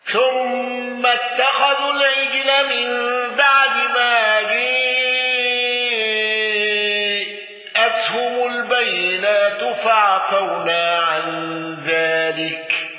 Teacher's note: حمزة بالسكت على المد المتصل